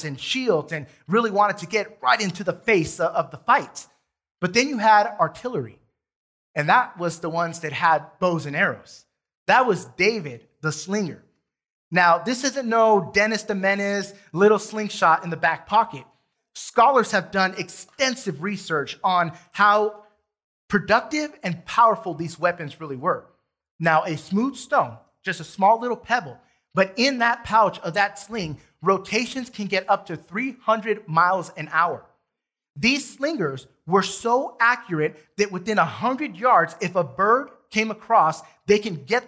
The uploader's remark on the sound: Recorded from South Gate Fellowship in Duncanville, TX on Sunday, August 29, 2021.